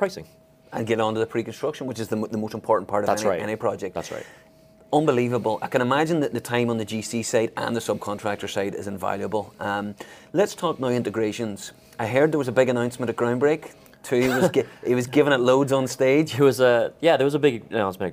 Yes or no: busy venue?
yes